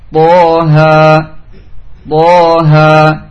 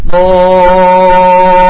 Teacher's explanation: surat Toha dibaca pendek, Toha Toha, ya, dua harokat saja karena tanpa hamzah · Shown in: first take